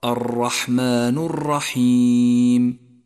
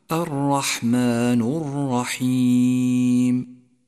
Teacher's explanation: والصواب أن تلفظ راء واحدة · Shown in: second take